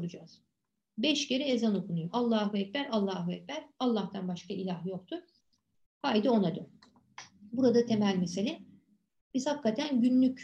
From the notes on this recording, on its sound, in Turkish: Pandemi döneminde derslerimizi Zoom programı üzerinden online olarak yaptığımız için kayıt etme imkanımız da oldu.